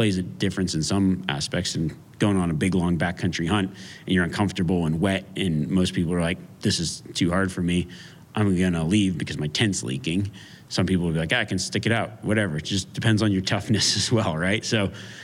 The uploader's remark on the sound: A live Q&A during the Western Hunt Expo.